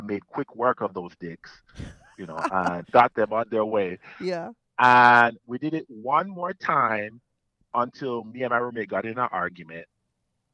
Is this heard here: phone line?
yes